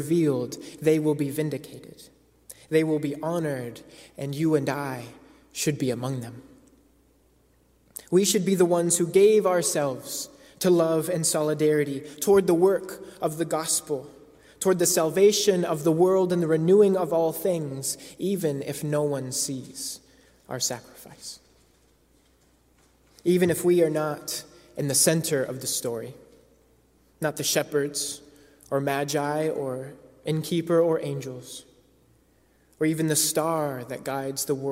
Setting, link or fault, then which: setting, large echoing room